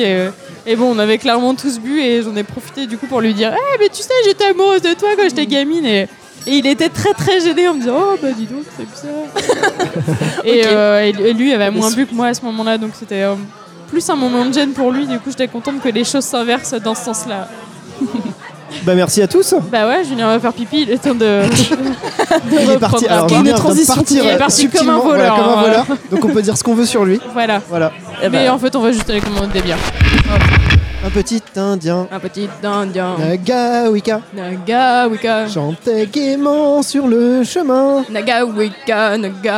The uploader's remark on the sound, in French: épisode enregistré au 3 pièces cuisine (Paris 17e)